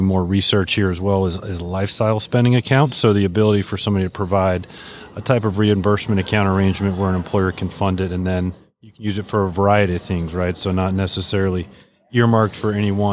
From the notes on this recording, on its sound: LIVE from SOAHR 2023. North Fulton Business Radio.